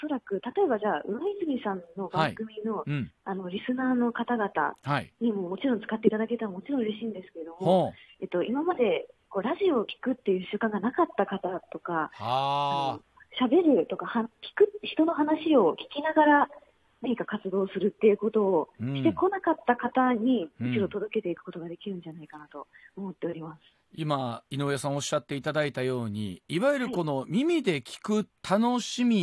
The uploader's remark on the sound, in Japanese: 大阪のスタジオからお届け！電話取材を行っています。